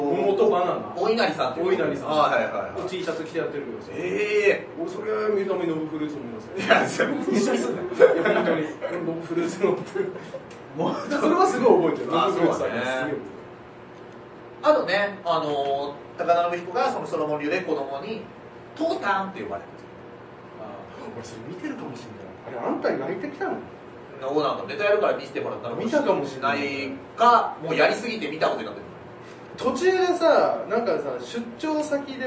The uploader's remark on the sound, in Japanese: 秋葉原ZERO-Gで行われた公開収録ライブ。